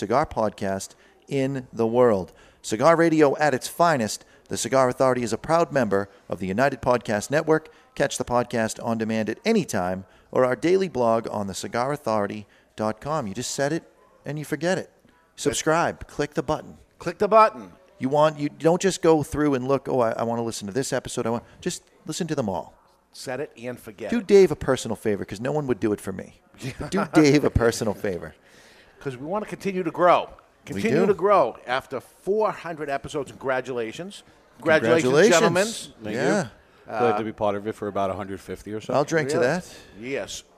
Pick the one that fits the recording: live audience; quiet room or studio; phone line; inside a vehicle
live audience